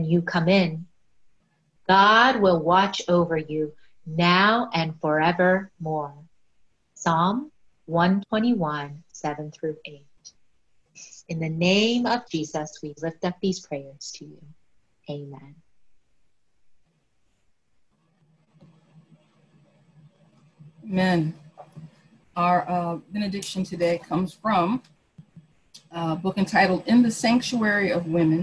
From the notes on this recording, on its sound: Our zoom streamed service